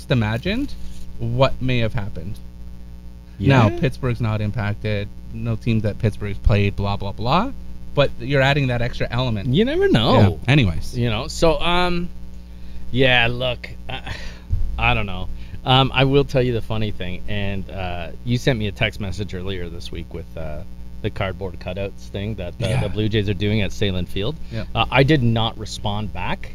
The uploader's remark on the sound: The Outdoor Episode (With The Bad Sound).